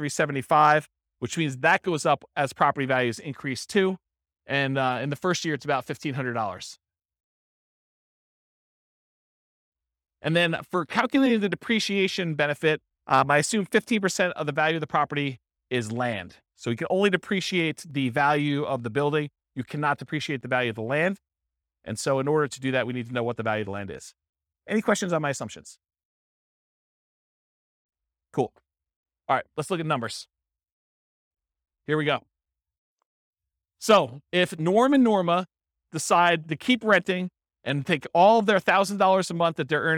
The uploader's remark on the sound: This was a live class recorded